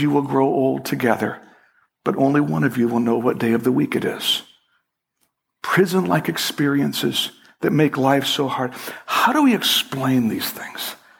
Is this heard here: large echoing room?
yes